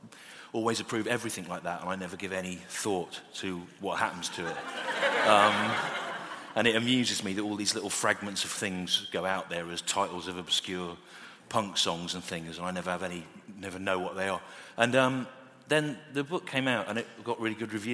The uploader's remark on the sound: Recorded live in London in April 2019.